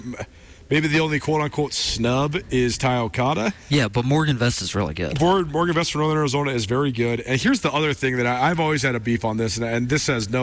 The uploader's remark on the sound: More Big Sky Conference football talk LIVE from the Big Sky Kickoff in Spokane.